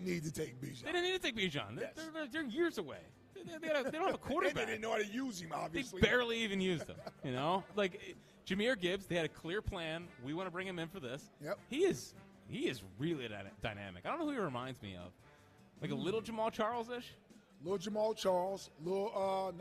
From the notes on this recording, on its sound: live from Chickies in South Philly